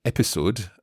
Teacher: a word like episode, which very much has a s sound, an unvoiced S in English